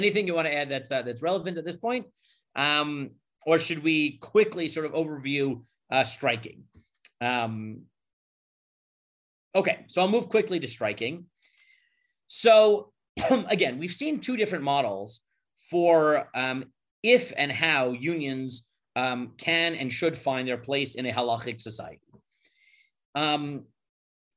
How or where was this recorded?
video call